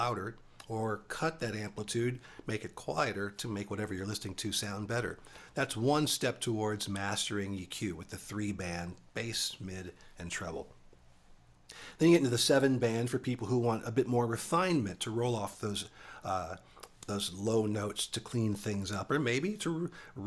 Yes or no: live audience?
no